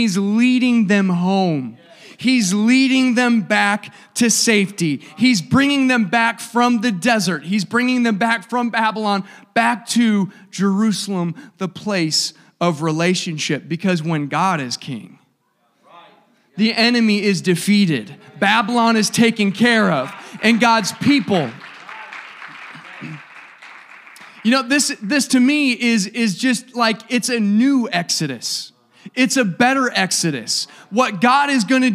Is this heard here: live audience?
yes